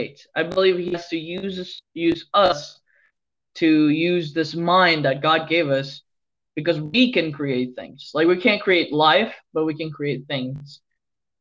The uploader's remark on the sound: Sorry I think the audio problem is not the Mic is my wifi connection.